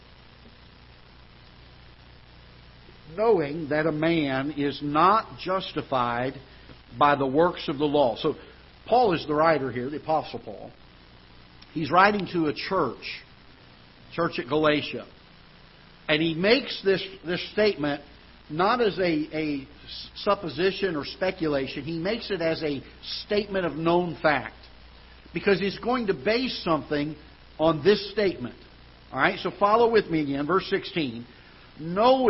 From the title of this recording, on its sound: Ketha Heights Baptist Church ~ Live Broadcast